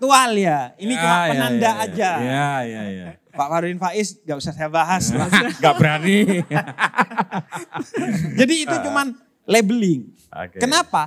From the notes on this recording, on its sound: PutCast Live on Stage International Conference on Religious Moderation (ICROM) ke-2 yang diadakan di Yogyakarta.